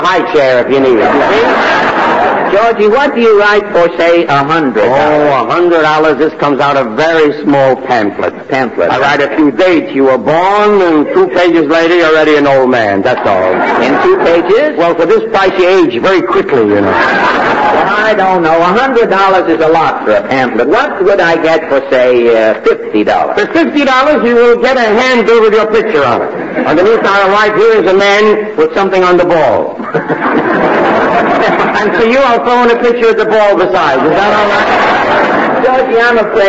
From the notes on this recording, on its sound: Audio is a bit overdriven. I checked other sources, and it’s the same mushy quality no matter where I look.